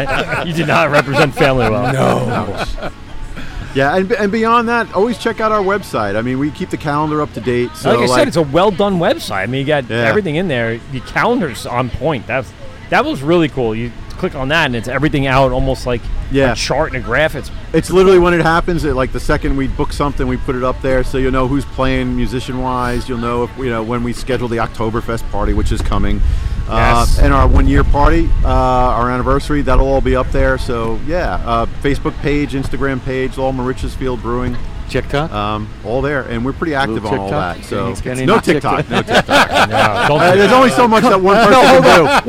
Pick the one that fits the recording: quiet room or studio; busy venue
busy venue